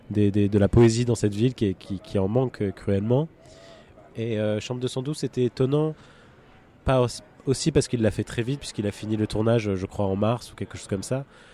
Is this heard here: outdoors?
yes